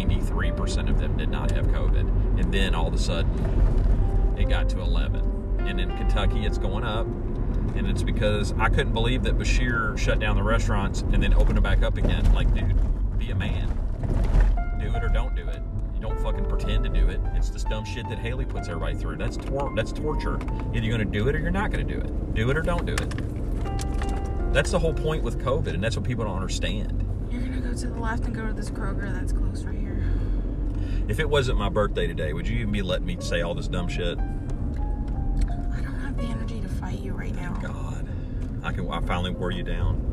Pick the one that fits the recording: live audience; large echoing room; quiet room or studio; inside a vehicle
inside a vehicle